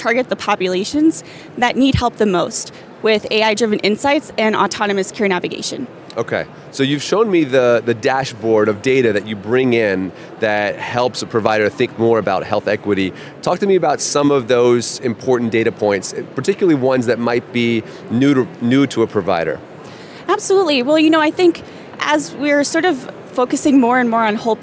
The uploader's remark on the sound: Our episode this week was recorded during our StartUp Health Studio interviews at the recent HLTH conference in Las Vegas.